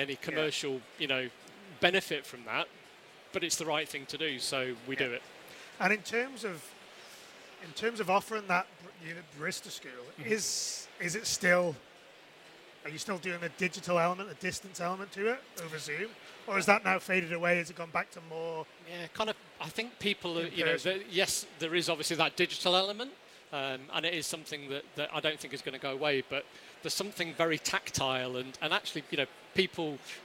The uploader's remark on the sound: which took place back in September, live at Lunch!